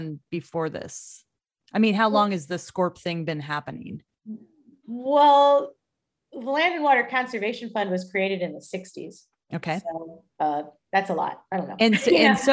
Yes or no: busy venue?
no